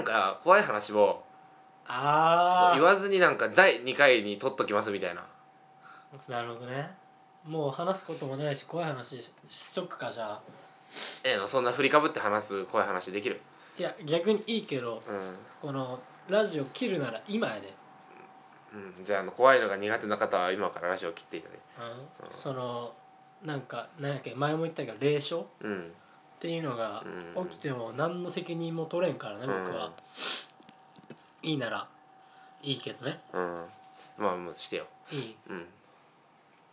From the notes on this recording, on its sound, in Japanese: 今回は2人とも風邪気味ということで、鼻をすすりながらの収録です。